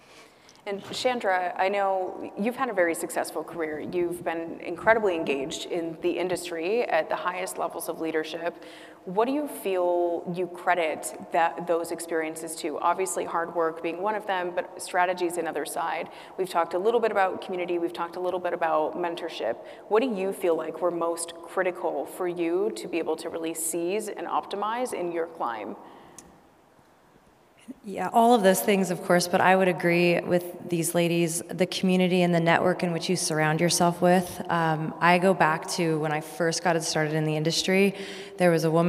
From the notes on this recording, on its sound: A special live audience recording at "She Means Business" during IMEX America in Las Vegas.